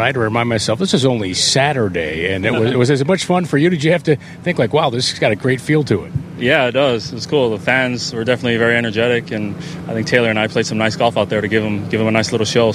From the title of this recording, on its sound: "LIVE" INTERVIEWS FROM THE ROCKET MORTGAGE CLASSIC